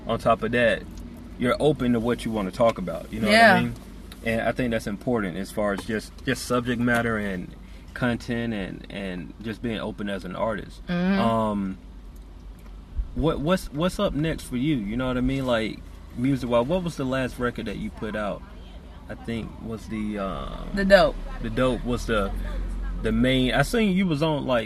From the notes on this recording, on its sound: Sitting In A Hot Car In The Middle Of Summer. Instead we took the show on the road literally; recording from the comfort of my car.